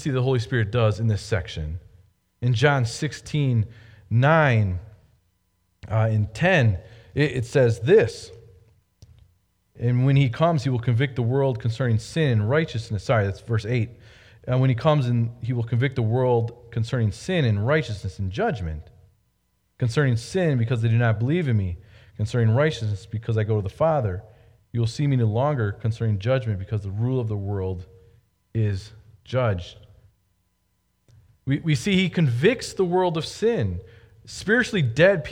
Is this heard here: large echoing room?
yes